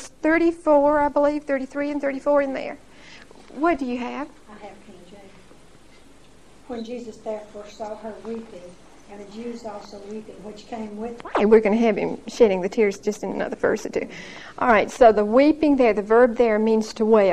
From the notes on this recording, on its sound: Recorded 9/16/1975 at Whitesburg Baptist Church.